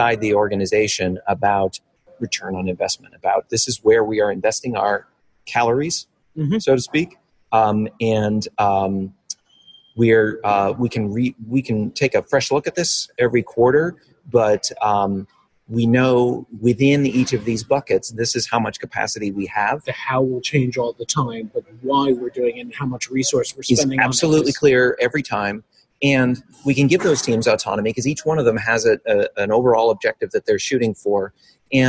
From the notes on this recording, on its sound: joined us live at the Mind the Product Leadership Forum